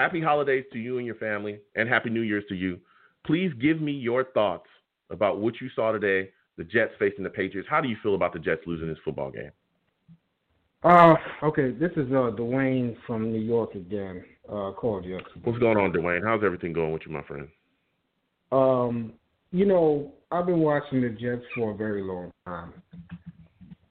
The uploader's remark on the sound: I take live callers!